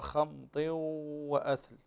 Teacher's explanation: هنا تنوين وبعده الواو، والواو من حروف الإدغام بغنة، فتقرأها خمط وأثل.